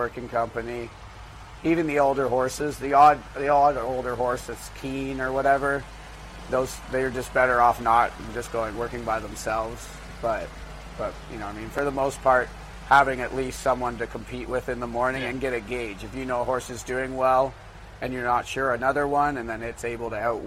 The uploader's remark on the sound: live from Saratoga Race Course